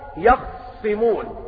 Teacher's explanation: أبا جعفر قرأ كقراءة قالون في الوجه الثالث بسكون الخاء وتشديد الصاد